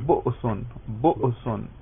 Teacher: یہ درمیان میں حمزہ ساکن ہے لیکن جھٹکے کے ساتھ ادا ہو رہا ہے